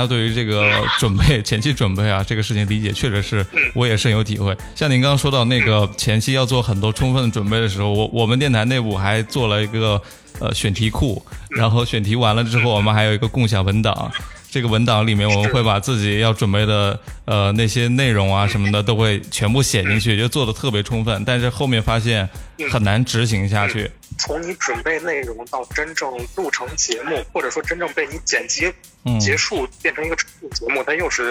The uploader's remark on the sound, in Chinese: 电话连线第一期。